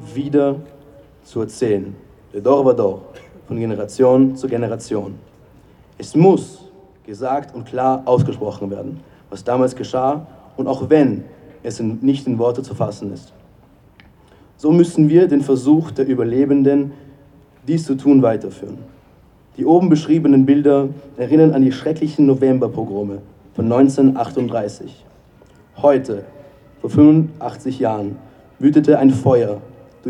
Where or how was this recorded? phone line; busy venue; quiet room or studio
busy venue